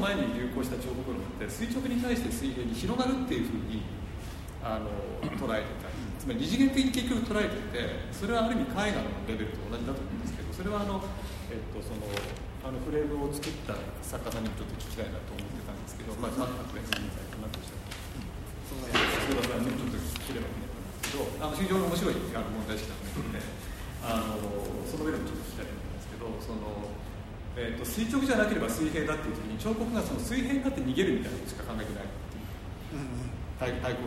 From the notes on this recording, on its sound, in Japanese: のトークイベントの録音です。会場：武蔵野美術大学鷹の台キャンパス 2号館309、310教室。